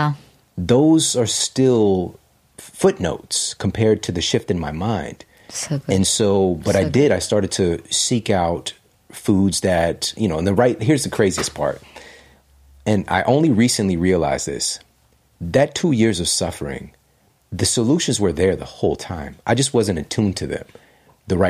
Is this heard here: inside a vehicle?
no